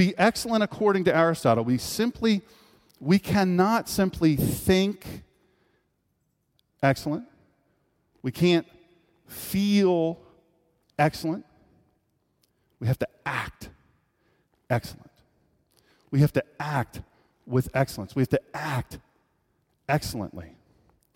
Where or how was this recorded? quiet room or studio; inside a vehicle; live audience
live audience